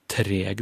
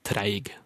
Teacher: et ord treg da med kort e kan utvikle seg til diftonguttale en del plasser